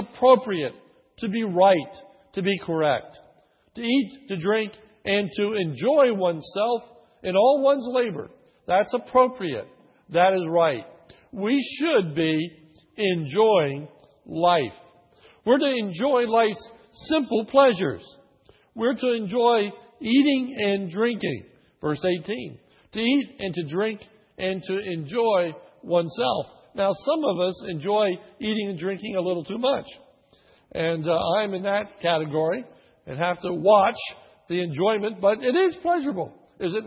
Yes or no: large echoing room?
yes